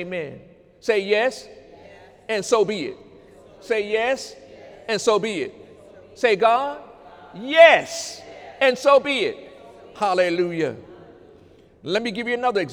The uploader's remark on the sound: During Sunday morning service on November 11, 2018